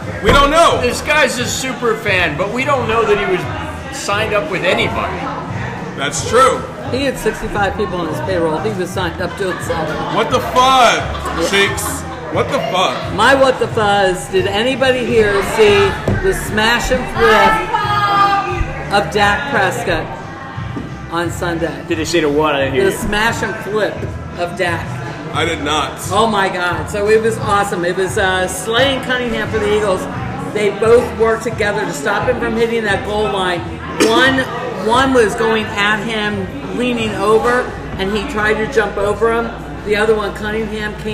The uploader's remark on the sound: Guys at the bar talking sports. Neighborhood friends who get together weekly at the Neighborhood Watering hole MJ’s Grill in Columbia SC with some brews and a microphone.